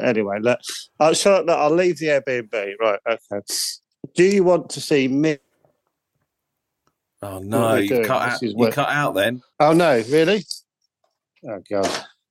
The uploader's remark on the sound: a tour on zoom